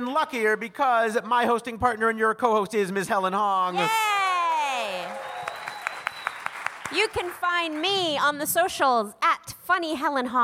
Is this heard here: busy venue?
yes